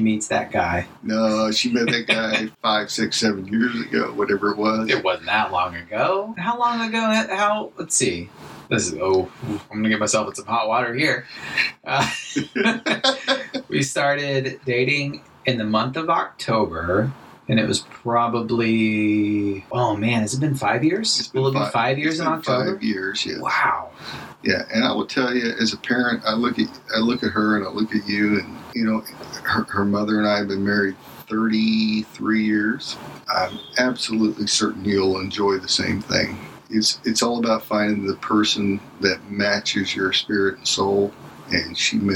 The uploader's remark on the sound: It's been sitting in the vault due to poor audio quality. My poor microphone work on this one.